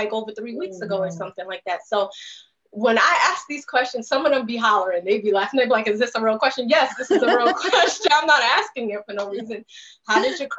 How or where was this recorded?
video call